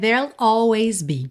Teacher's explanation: Ele faz o there'll, que vai do R direto pro L, né?